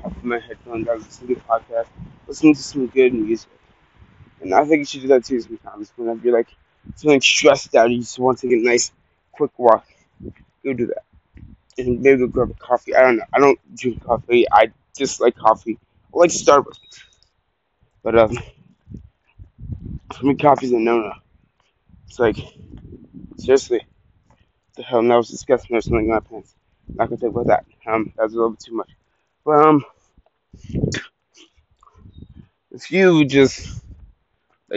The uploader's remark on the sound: taking a walk and just enjoying the calming sounds of nature